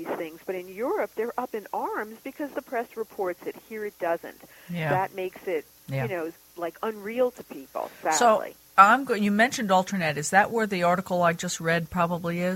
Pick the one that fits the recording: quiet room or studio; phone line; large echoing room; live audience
phone line